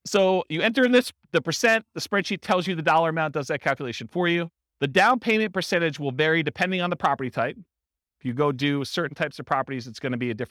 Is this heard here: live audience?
yes